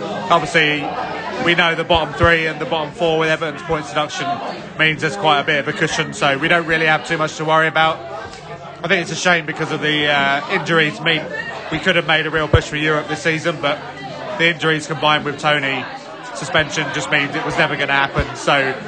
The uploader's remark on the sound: Post-match podcast from the stands.